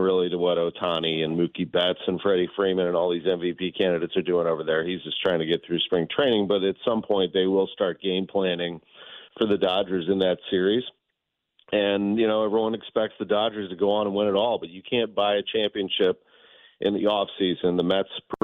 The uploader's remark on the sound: Live from the Cardinals' spring training. Calls in from the Cardinals' spring training.